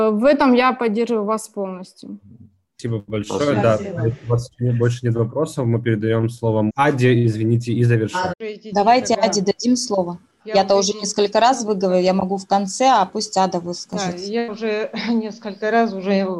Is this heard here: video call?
yes